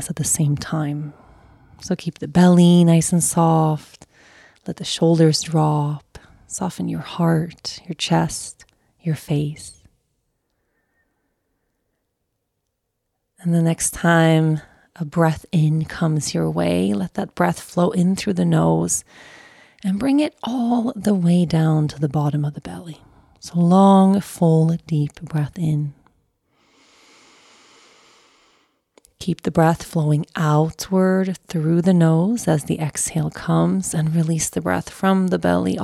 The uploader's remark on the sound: Let’s take our meditation practice outside today to breathe in some fresh air.